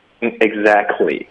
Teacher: 我听美国人一般都会完全省略 t 而保留 k 音